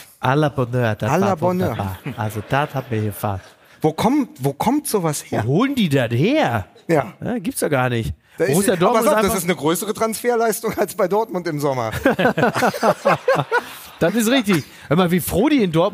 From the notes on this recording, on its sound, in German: Unser Live-Auftritt. Aus dem Deutschen Fußballmuseum in Dortmund.